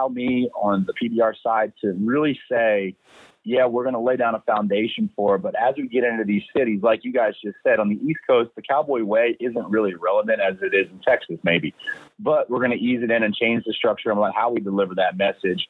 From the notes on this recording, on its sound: for a quick phone call